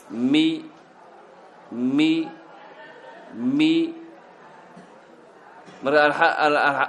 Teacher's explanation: الحرف المكسور بالتباعد مع ارتفاع وسط اللسان قليلا وانخفاض للفك الأسفل